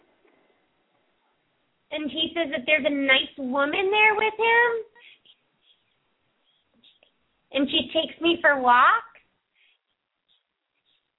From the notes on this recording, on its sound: open up the lines for listeners to call